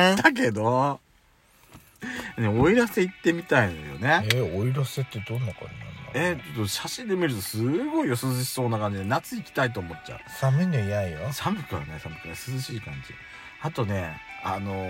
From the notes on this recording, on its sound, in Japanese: パーキング収録